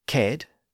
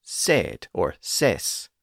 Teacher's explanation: the hard K sound at the beginning of that root word, ked, was softened into an S sound